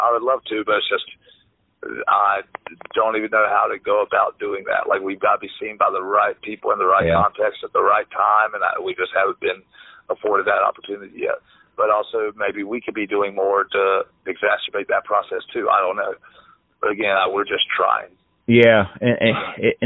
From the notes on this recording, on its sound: This episode features a phone chat